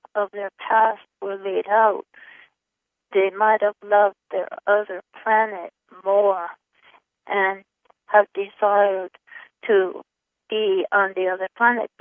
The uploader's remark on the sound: Conference Call LIVE